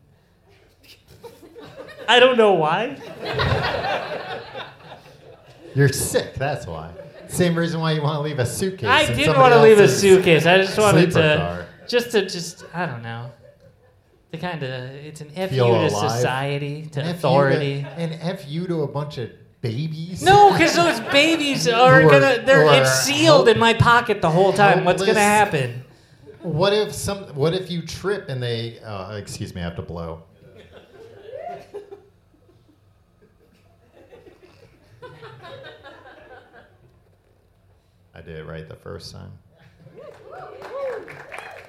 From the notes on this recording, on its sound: Live in London.